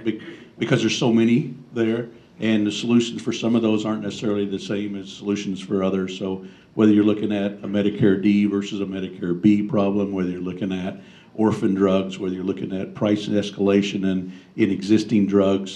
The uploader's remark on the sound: appears before a breakfast meeting of The Ripon Society